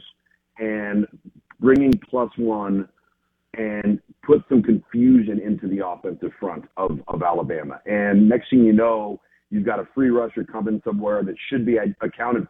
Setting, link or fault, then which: link, phone line